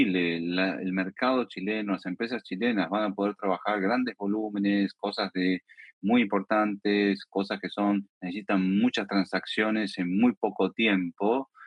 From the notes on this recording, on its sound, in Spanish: Realizamos un evento online en vivo para acercar esta novedad al mercado.